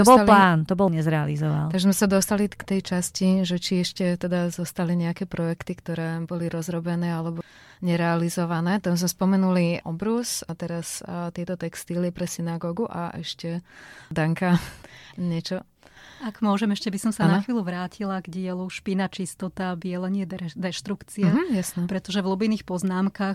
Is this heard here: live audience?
no